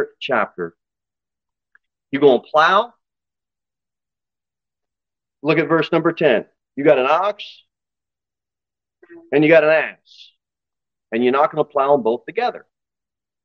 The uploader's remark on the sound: Sermon delivered at Pilgrim Baptist Church on Sunday, May 7, 2023, at 2:15 pm. Jere Whitson Rd.